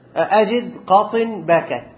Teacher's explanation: انحباس الصوت عند النطق بالحرف لقوة الاعتماد على المخرج · Term: حروف الشدة